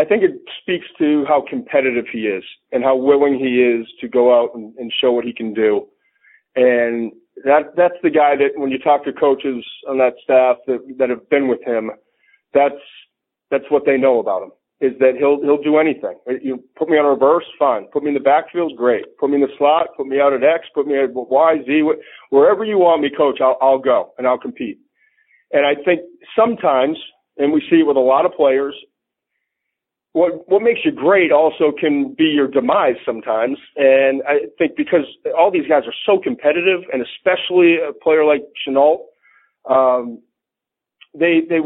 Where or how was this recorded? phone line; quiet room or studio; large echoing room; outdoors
phone line